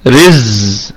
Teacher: رزقا رزقا، الراء هنا مرققة، والزاي ساكنة أيضا نراعي فيها صفة الصفير والرخاوة